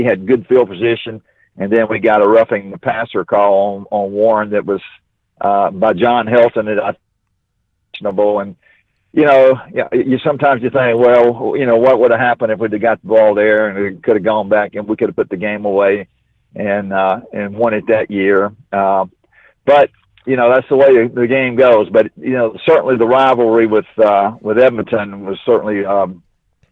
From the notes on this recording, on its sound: On today's show, we are joined on the phone